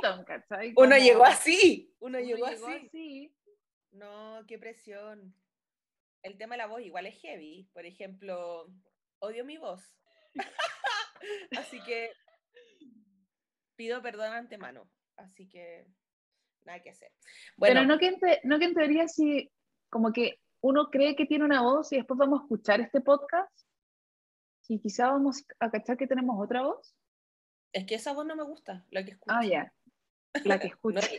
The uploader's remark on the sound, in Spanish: Un programa piloto que ciertamente no tiene la mejor calidad de audio pero que disfrutamos mucho grabar.